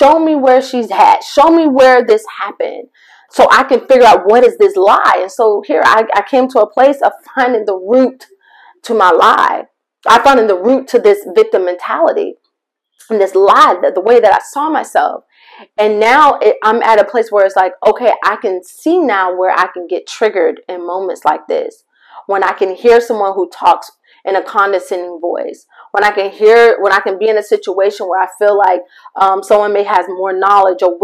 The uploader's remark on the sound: MY APOLOGIES FOR THE MIC QUALITY!